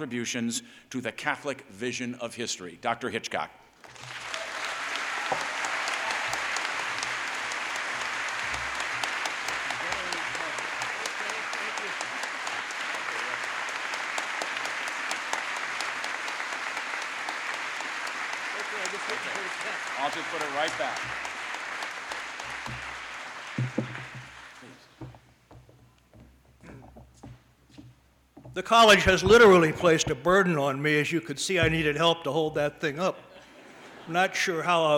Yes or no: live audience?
yes